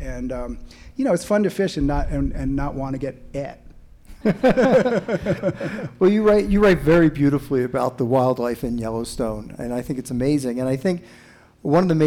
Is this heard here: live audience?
yes